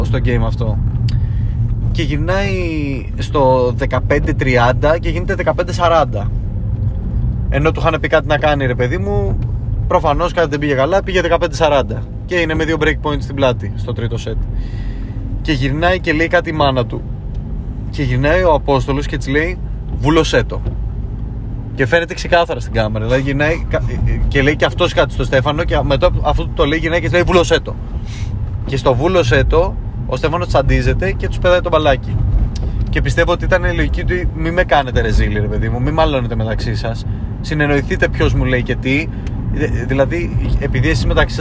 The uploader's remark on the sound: Car edition